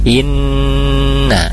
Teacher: nun tasydid gunnah musyaddadah, ditahan dulu gunnahnya 2 sampai 3 harakat.